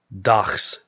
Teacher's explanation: The fricative ch was an allophone of g only found before a voiceless consonant.